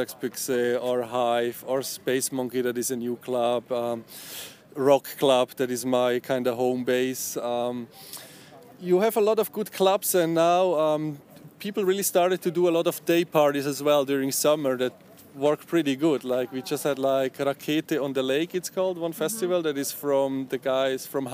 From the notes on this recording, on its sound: In this podcast interview which was recorded during the Noisily Festival in the UK.